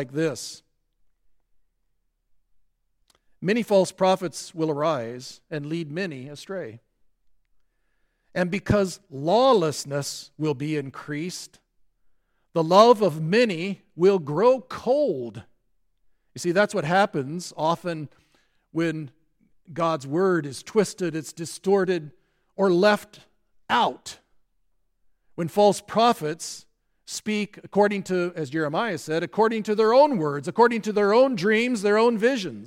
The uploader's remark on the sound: at Grace Evangelical Lutheran Church, Lexington